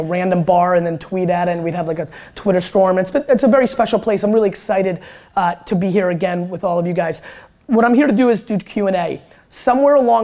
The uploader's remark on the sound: SXSW Keynote 2016